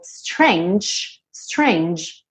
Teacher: Strange, você não pronuncia a letra E, mas essa letra G, ela tem esse som de DJ